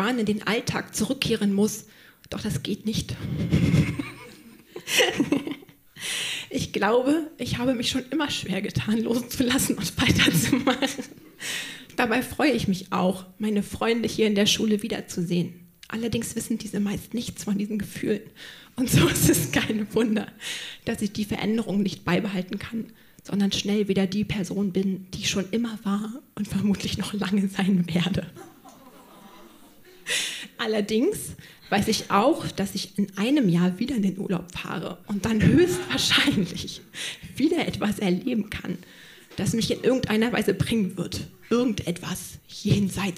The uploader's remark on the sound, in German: Auswahl der Beiträge von der „texte von gestern“-Liveshow. Im Monarch, Berlin. An den Monarch, unser tolles Publikum.